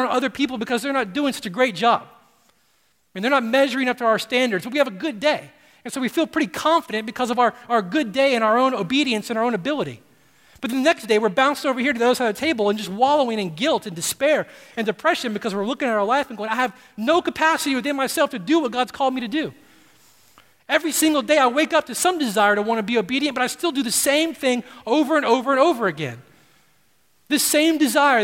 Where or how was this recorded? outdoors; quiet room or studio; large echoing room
large echoing room